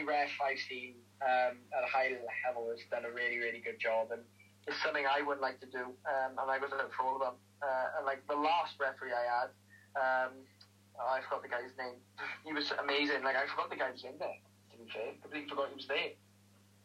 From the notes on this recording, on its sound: via phone call